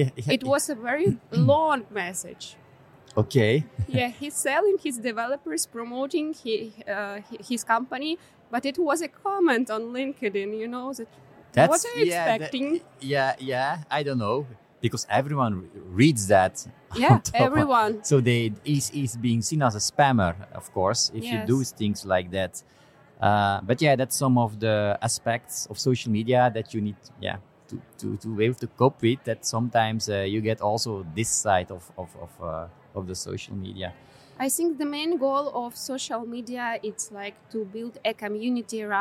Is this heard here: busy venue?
yes